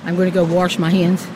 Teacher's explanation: We're talking about the pronunciation of wash as warsh.